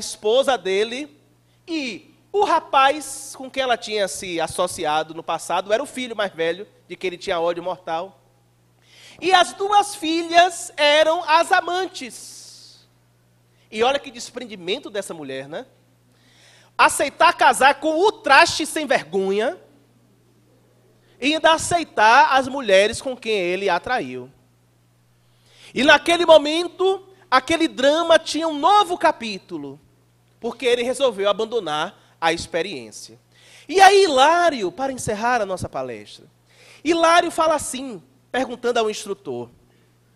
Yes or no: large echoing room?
yes